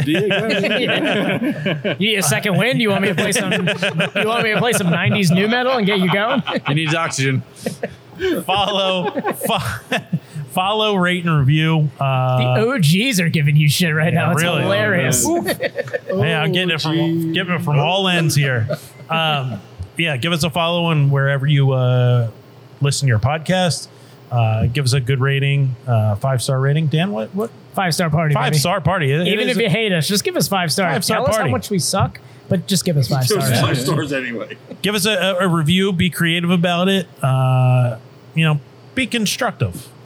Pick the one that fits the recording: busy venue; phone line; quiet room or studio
busy venue